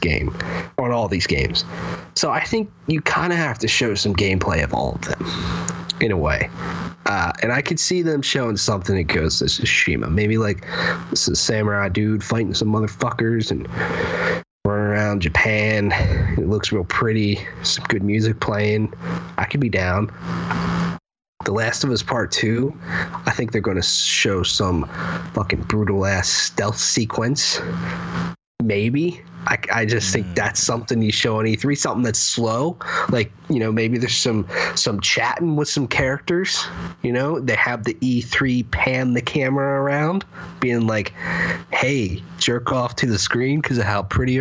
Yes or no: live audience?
no